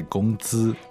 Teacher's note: 是两个第一声。 Yeah, two first tones.